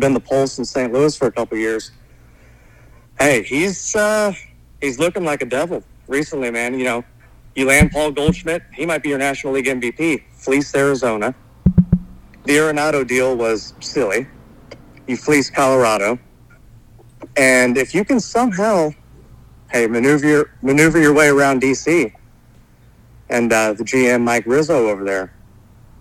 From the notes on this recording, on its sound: All 3 co-host join together over the phone